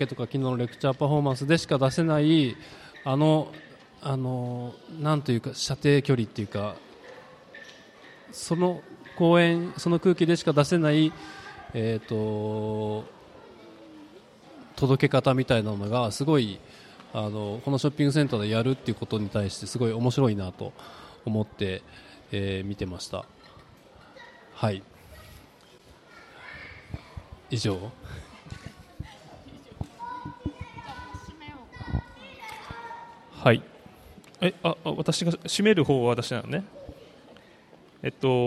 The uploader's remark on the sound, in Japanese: 楽しく公開収録。鳥取県倉吉市発。